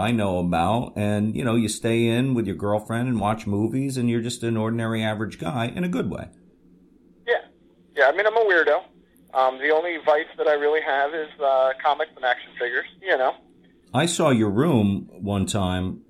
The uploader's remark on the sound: first ever phone interview